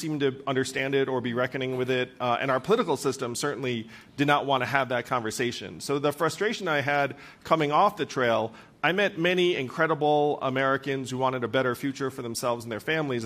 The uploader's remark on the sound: In this wide-ranging conversation recorded live at the 2023 Aspen Ideas Festival.